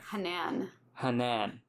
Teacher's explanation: the long vowel in my first name is on the second part